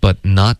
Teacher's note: but not 两个特音都省略 but not 然后 not 的特省略的时候我们舌尖会顶上颚对吧顶上颚封住气流 not 然后这个时候连发到嘶的时候就会导致一点轻轻的爆破 not so not so but not so